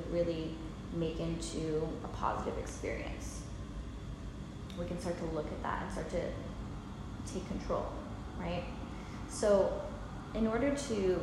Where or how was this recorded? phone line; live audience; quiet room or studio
live audience